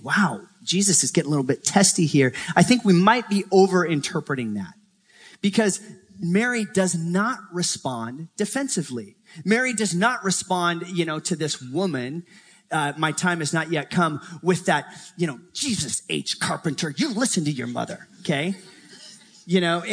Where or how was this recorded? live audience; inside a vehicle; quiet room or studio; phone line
live audience